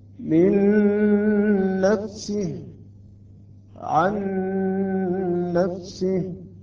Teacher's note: أصبح عندنا نون مشددة أيضا نقرأ مع الغنة